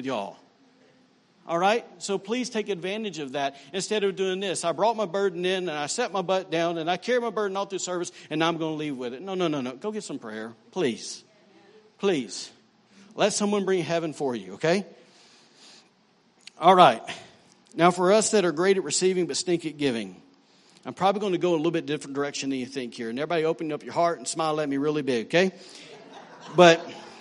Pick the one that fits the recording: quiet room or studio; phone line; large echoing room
large echoing room